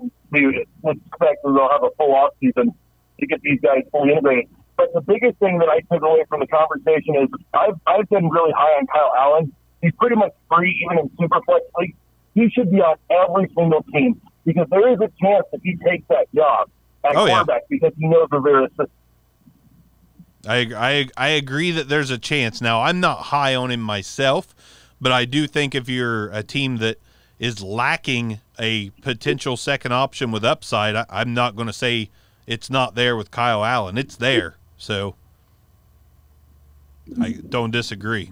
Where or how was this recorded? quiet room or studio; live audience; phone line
phone line